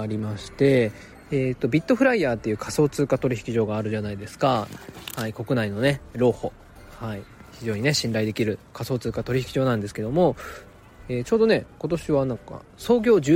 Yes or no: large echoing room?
no